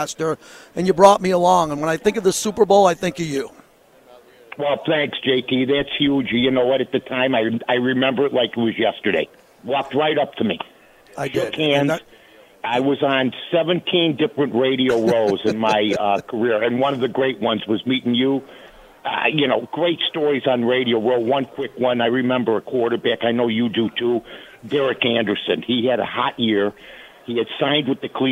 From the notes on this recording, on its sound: LIVE FROM RADIO ROW AT SUPER BOWL 58